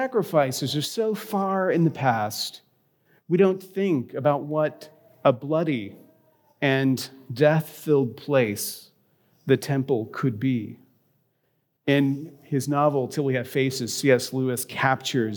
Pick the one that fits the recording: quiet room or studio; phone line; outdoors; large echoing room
large echoing room